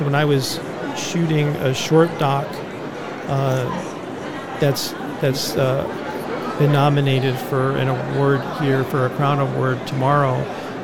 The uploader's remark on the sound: LIVE from NRB 2022!